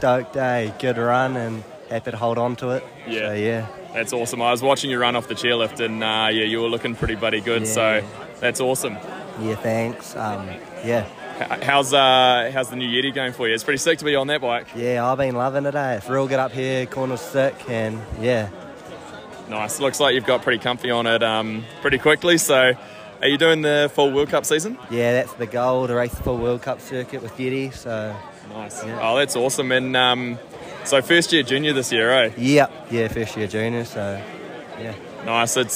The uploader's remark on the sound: NZ National Champs post race interviews